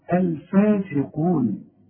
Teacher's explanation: الف والسين مكسورة والقاف مفخمة، الفاسقون